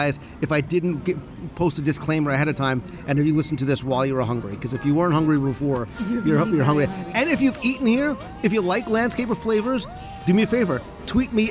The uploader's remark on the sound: Live Review of the Landscape of Flavors at Disney’s Art of Animation Resort. Join me for a live restaurant review of the Landscape of Flavors at Disney’s Art of Animation Resort.